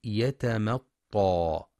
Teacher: ينتبه لترقيق الميم، فلا يقرأ يتمطى بالتفخيم